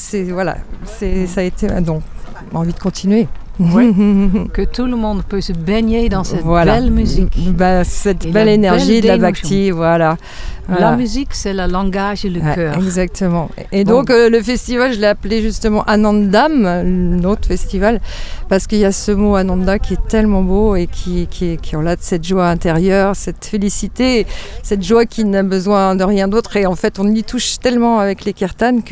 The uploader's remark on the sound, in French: En Direct Du Bhakti Om Festival